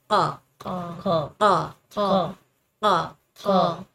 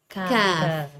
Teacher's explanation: jadi sebutan huruf qaf ni pangkal lidah bertemu dengan anak lidah tu · Shown in: first take